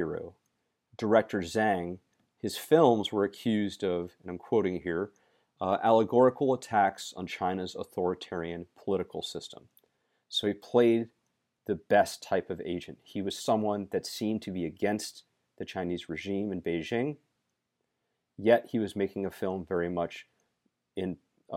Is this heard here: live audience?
no